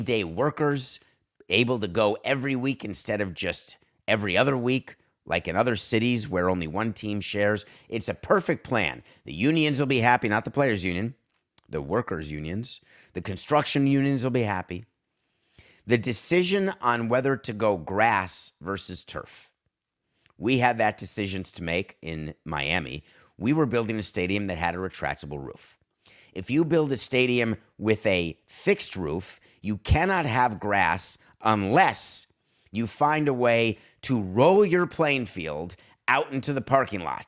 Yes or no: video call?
no